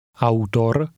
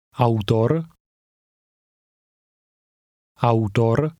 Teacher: The word ends with a rolling R sound. This sound is extremely common in Czech.